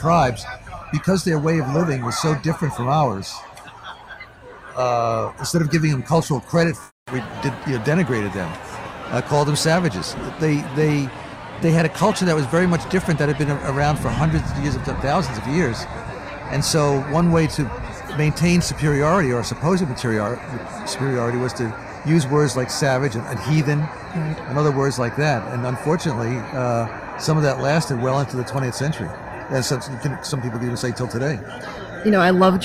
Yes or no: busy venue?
yes